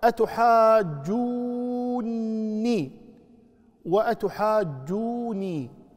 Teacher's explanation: وفيها قراءتان: أتحاجوني وأتحاجوني، يعني بتشديد النون الأخيرة أو بسكون. إذا كانت ساكنة فتمد حركتين الواو، وإذا كانت مشددة فتمد ست حركات